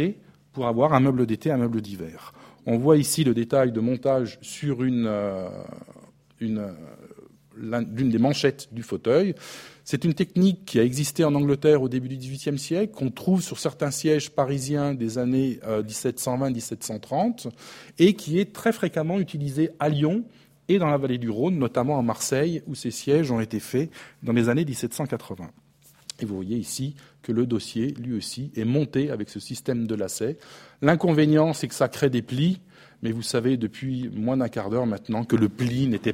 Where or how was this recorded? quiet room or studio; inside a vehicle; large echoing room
large echoing room